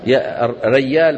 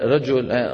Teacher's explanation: فتغيير الجيم إلى ياء · Shown in: first take